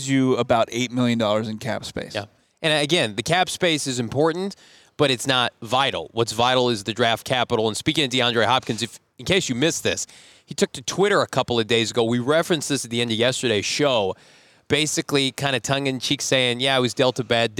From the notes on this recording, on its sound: LIVE from the NFL Scouting Combine.